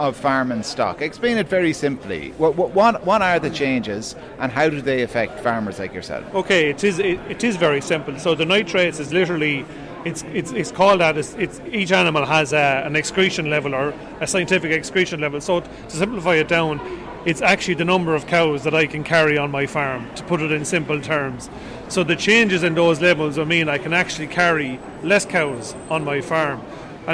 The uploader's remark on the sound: met farmers on the picket outside Dáil Éireann